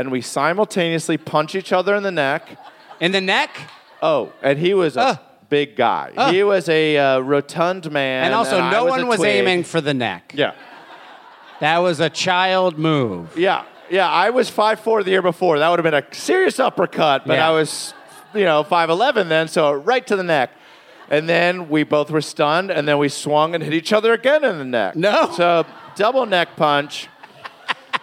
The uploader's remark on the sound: It's Bananas live from Brooklyn!